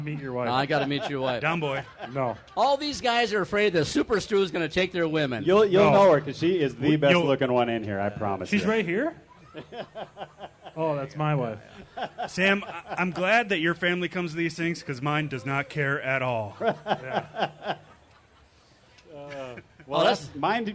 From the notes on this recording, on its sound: The 4 Outdoorsmen: State Fair Special. In this episode we broadcast live from the Minnesota State Fair.